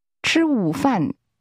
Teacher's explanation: Lunch is pronounced with a falling, rising tone, followed by a falling tone.